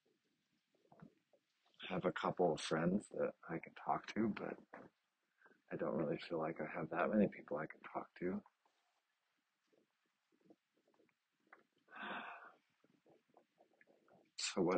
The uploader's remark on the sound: After a busy morning at work, I finally get outside to walk around the block.